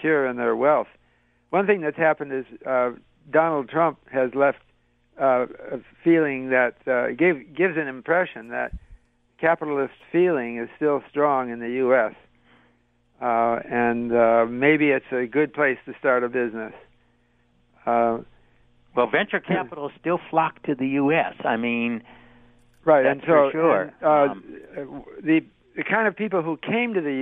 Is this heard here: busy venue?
no